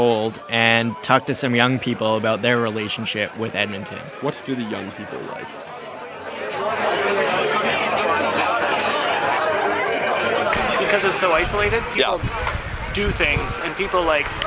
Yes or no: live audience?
yes